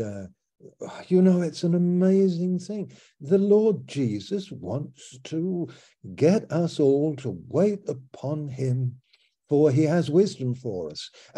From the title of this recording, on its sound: Malaysia Meets (Zoom)